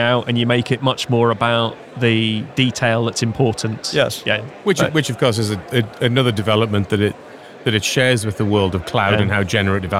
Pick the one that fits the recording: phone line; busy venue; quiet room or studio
busy venue